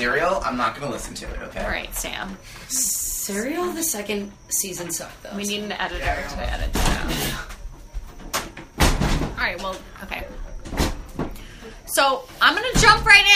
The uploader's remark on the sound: This was our first episode we ever recorded but got lost during the transfer of sights to host the podcast. The sound quality is so horrible, we're constantly getting interrupted by our friend group.